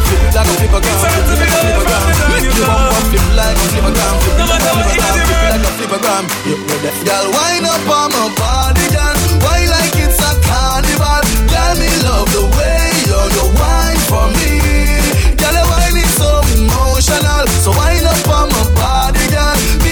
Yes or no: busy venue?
yes